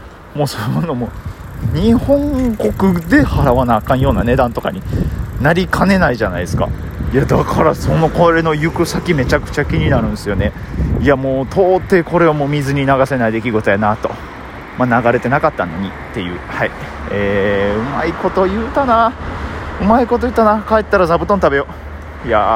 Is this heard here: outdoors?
yes